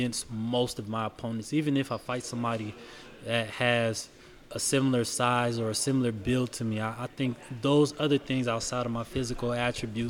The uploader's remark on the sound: Forged in Ohio's first-ever live show took place at the Caged Thunder 23 pro weigh-ins! From the Chapparells Center in Akron, Ohio.